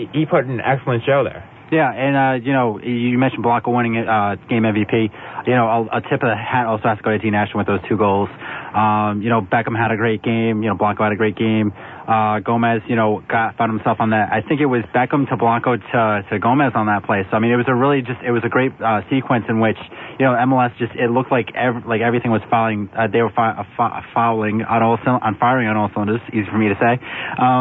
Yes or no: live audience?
no